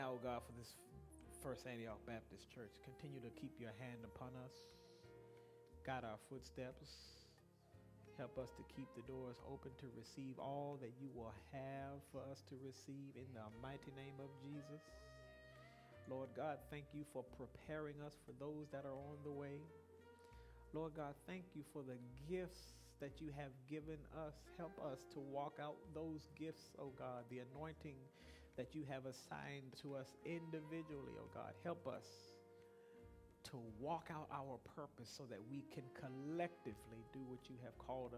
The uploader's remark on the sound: Broadcast Ministry of First Antioch Baptist Church